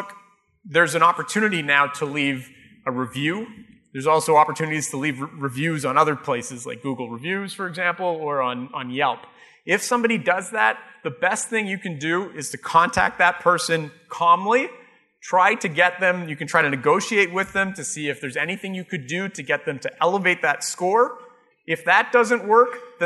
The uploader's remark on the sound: Live Broadcast at the The IPBC IGNITE Conference.